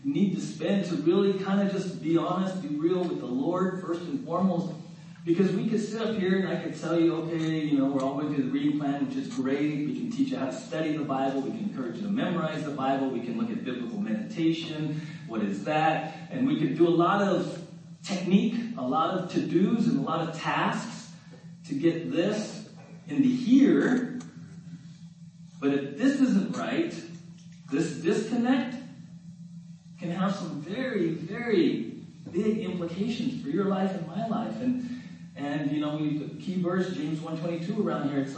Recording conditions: poor sound quality